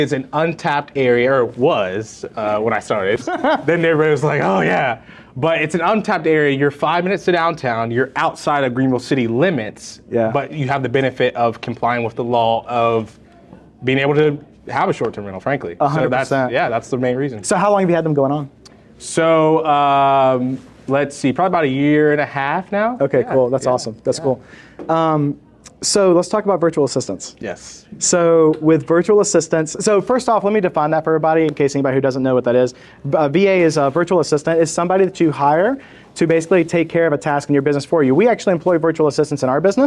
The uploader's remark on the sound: This week's episode is a recording of a Short Term Rental meetup that we hosted in Greenville, SC.